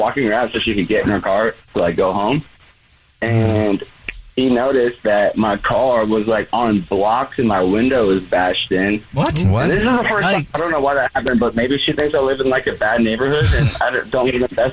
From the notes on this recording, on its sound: A man on the phone